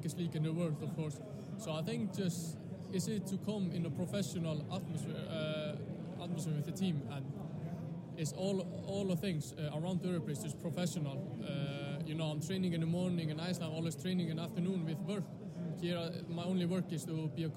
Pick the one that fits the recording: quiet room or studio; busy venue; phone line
busy venue